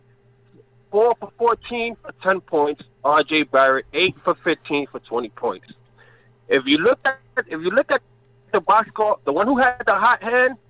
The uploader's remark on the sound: KOT reviews the Knicks Bulls game LIVE after the game while taking phone calls from listeners.